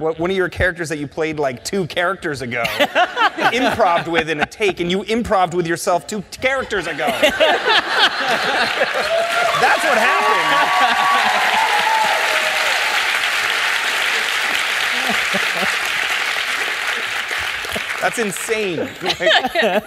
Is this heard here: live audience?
yes